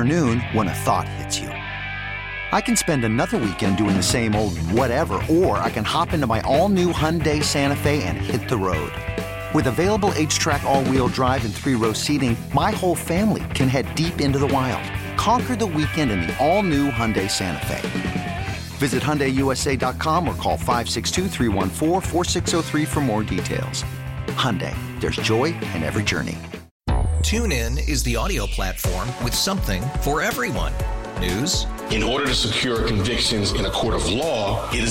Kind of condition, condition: link, phone line